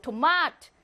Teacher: 토마트 강세가 뒤에 오니까 강세 없는 오는 짧게